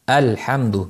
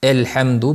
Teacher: Alhamdu ham emas, elhamdu ham emas, balki o'rta miqdorda a. · Shown in: first take